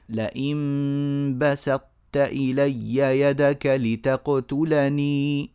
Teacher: السين حرصنا على الترقيق وفي نفس الوقت أعطينا الطاء تفخيمها الكافي ولم تتأثر التاء كذلك